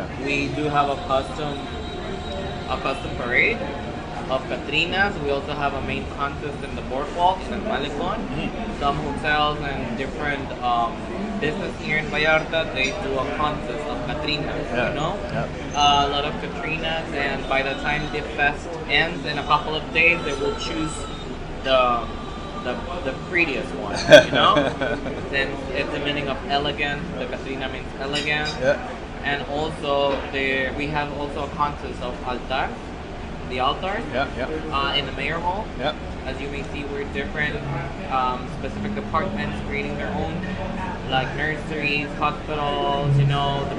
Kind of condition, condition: setting, outdoors